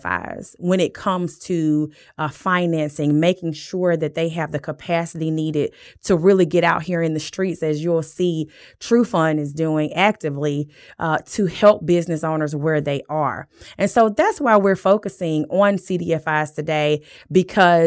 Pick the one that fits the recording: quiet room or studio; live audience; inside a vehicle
quiet room or studio